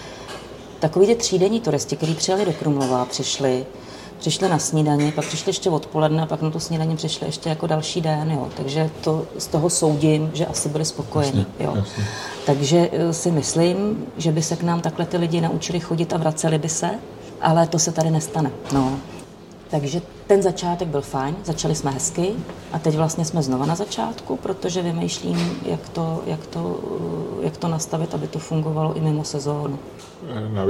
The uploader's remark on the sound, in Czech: Za hodinu a půl se v Topince v líném pátečním odpoledni vystřídalo šest hostů, všichni na balkóně. Omluvte cinkání nádobí z kuchyně, zvuky kávovaru či občas slyšitelný tlumený hovor v pozadí. Je to autentická zvuková kulisa.